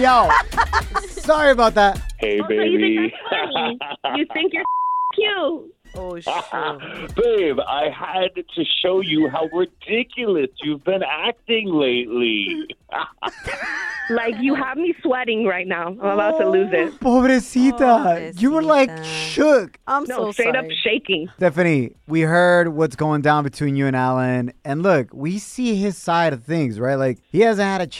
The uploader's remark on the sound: We opened up the phone lines to ask our listeners if it's too soon or not.